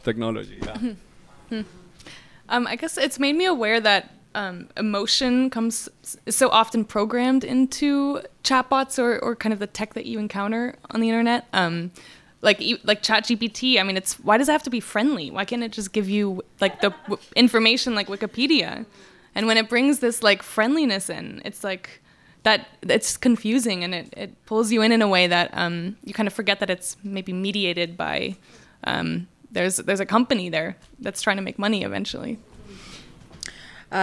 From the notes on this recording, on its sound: In a panel discussion recorded live at On Air Fest 2023. Thank you to the team behind On Air fest, who gave us support and a platform to record this bonus episode.